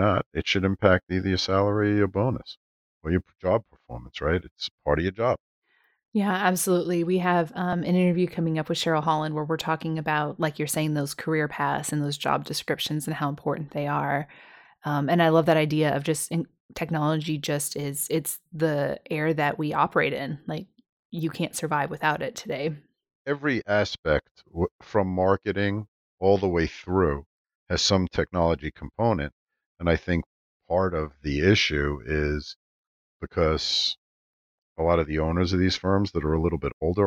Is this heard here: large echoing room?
no